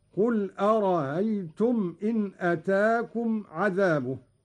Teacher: قرأ قالون بتسهيل الهمزة الثانية من أرأيت الاستفهامية